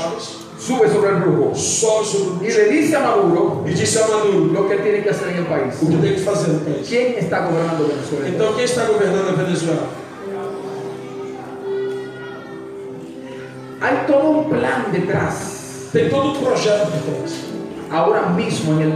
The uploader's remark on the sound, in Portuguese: I Congresso Profético Internacional (4º dia). Ao Vivo na Casa de Louvor.